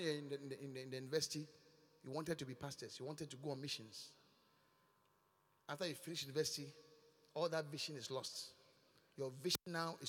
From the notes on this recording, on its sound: Preached at The Qodesh